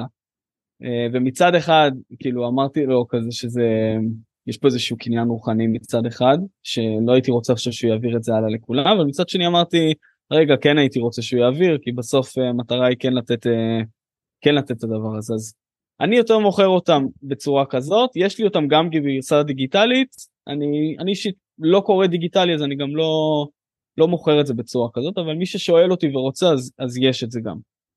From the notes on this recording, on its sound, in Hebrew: בוובינר מיוחד.